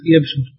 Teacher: قرأ حمزة والكسائي بفتح الياء يبشر وسكن الباء وضم الشين